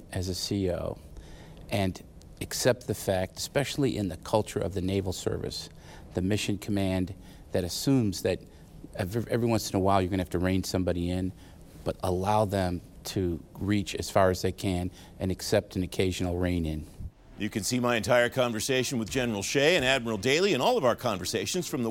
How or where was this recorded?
busy venue